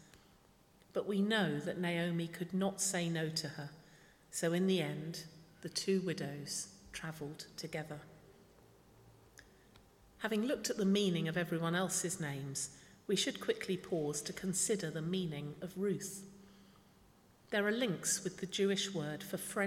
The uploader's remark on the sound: speaking at the 11 o'clock service